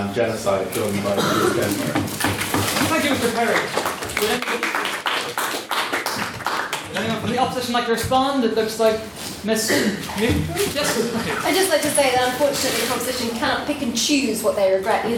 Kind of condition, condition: setting, live audience